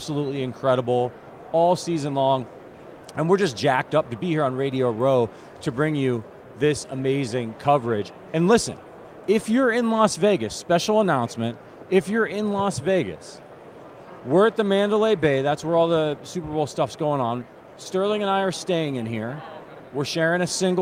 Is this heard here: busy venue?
yes